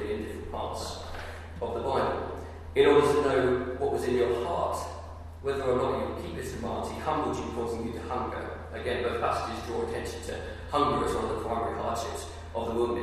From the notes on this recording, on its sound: Sorry - The audio quality is poor on this.